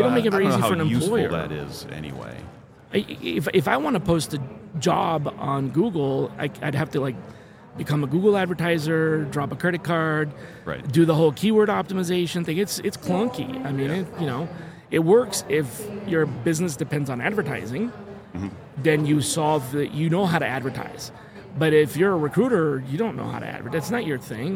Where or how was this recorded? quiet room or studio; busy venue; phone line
busy venue